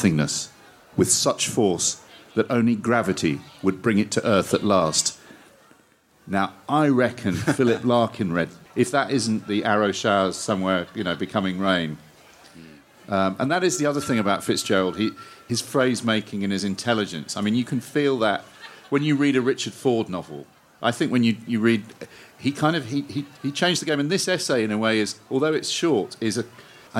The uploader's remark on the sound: In a special edition recorded at Port Eliot Festival